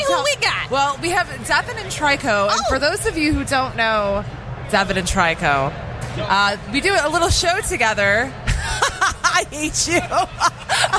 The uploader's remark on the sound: Live From Motor City Comic Con